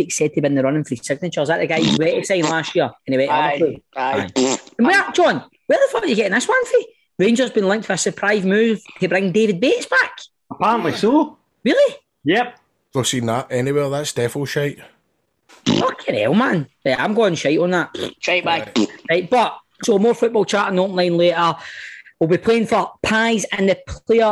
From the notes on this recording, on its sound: on zoom for one week only